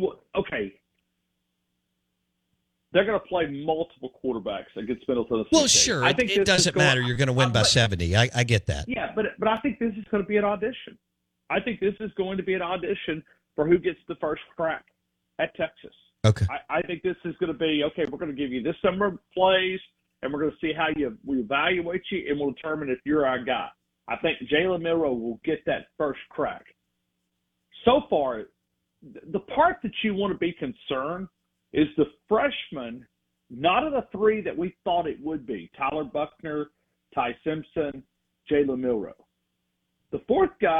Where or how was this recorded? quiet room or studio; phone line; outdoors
phone line